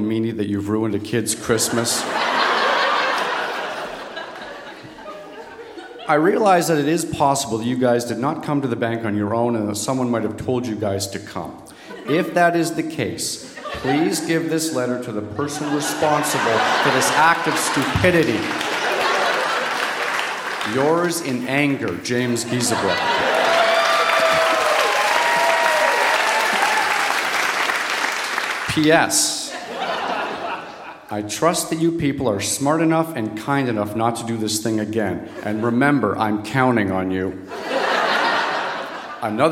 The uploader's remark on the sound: Recorded live at Market Hall Performing Arts Centre in Peterborough.